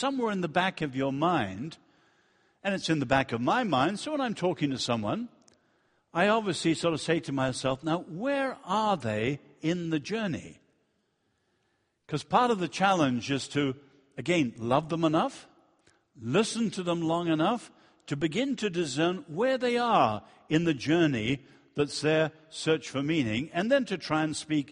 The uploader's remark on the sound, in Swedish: Inspelad vid Apologiakonferensen i G&#246;teborg f&#246;rmiddagen 2012-09-29 session 2.